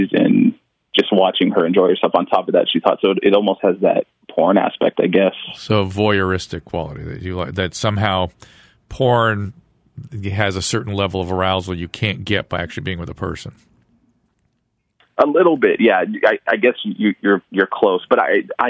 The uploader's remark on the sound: turn straight to the phones and speak to a variety of callers